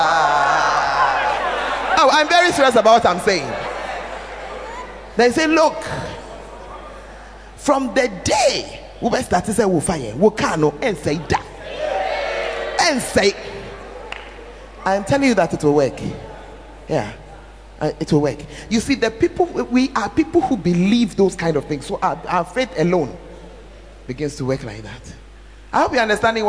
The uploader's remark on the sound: Preached At The 12 Foundations Of The Bacenta Camp